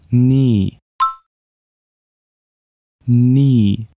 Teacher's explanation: Ni em alemão é nunca, um som de i bem prolongado